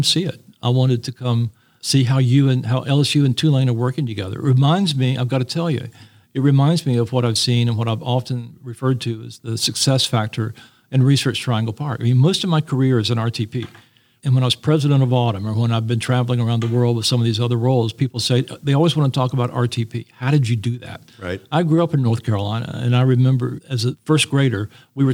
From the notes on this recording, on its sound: This episode was recorded at Bio on the Bayou, the annual event in New Orleans